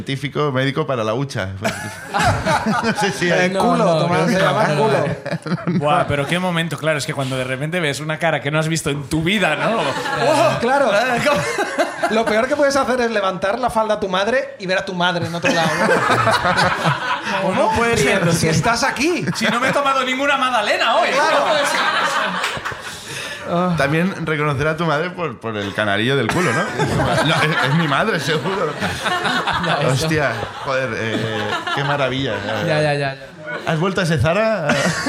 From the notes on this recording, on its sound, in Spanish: El público sube al escenario de La Llama